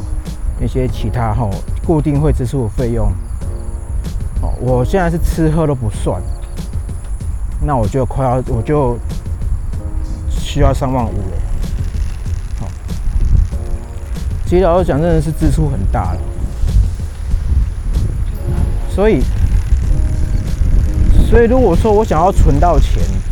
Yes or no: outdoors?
yes